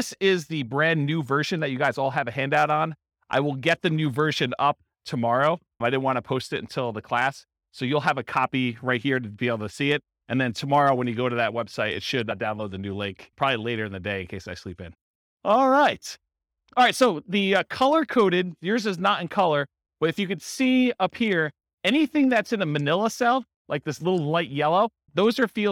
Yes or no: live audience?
yes